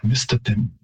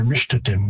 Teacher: with more of a sh instead of an S · Shown in: second take